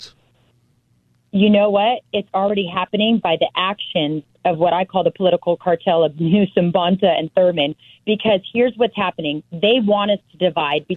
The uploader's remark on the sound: Listeners call